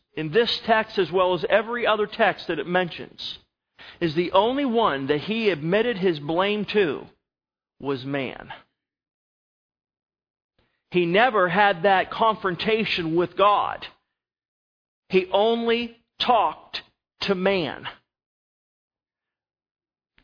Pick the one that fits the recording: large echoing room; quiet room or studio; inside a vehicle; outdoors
large echoing room